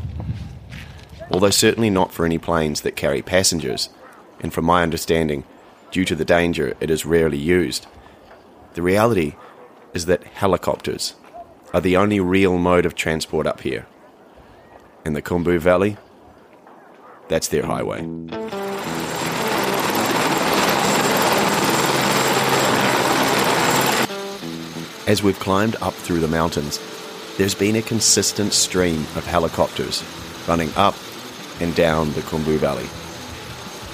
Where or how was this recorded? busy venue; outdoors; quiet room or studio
outdoors